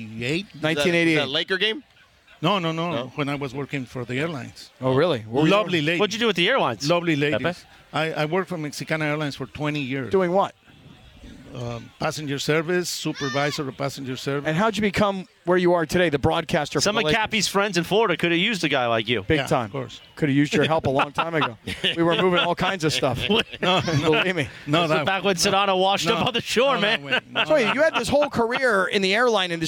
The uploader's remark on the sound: The show is live from Rams training camp